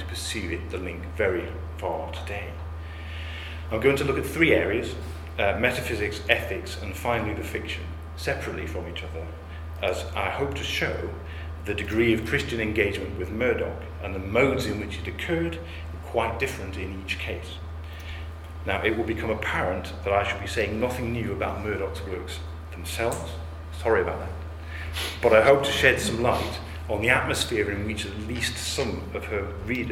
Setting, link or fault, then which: setting, large echoing room